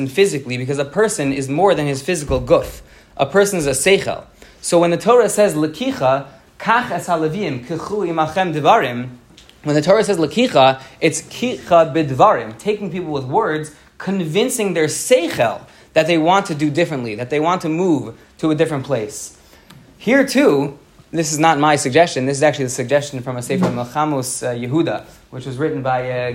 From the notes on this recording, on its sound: Delivered at the YU Community Kollel in Los Angeles. Delivered at the YU Community Kollel in Los Angeles.